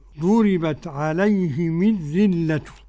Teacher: قرأ أبو عمرو بكسر الهاء والميم. ضربت عليهم الذلة، ضربت عليهم الذلة، وقرأ حمزة والكسائي وخلف العاشر ويعقوب بضم الهاء والميم.